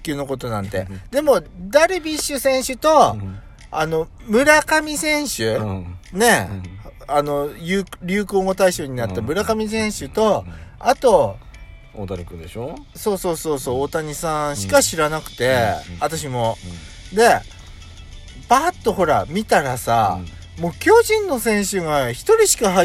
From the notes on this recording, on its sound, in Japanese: パーキング収録